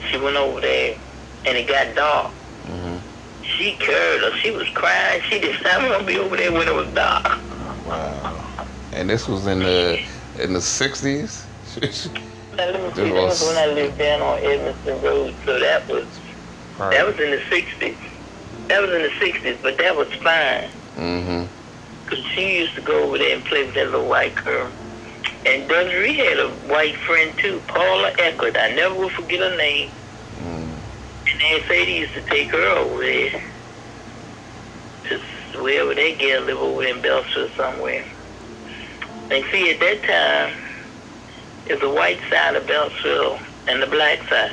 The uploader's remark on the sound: A phone conversation with my grandma